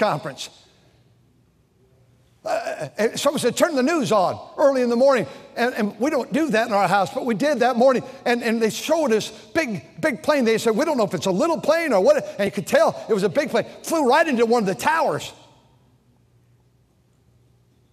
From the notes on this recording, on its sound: during the Sunday Morning service on September 10, 2023, at North Valley Baptist Church in Santa Clara, California